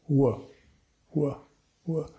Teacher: it's not really a closed sound because the lips don't close